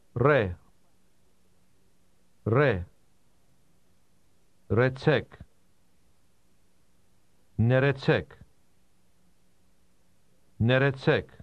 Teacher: Did you hear the rolling R? This is common in Armenian.